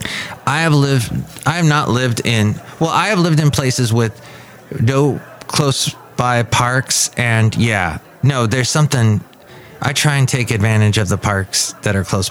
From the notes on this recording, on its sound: podcasts live from Café Anyway